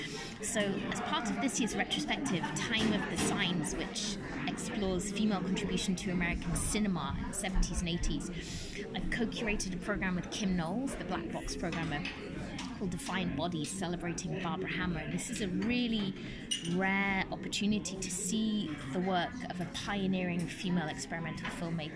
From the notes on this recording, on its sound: the launch of this year's Edinburgh International Film Festival at the Filmhouse on Lothian Road